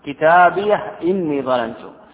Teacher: فسكنوا الهاء وحققوا الهمزة